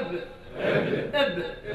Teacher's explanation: إطباق الشفتين من بطنيهما هو الباء